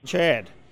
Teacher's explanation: It's a longer vowel than it is in you know, other regions of the country, and you can hear it pretty distinctly when he says Chad. · Term: raised A sound